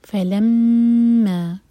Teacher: میم پر غنہ دو seconds کے لیے ہولڈ کریں گے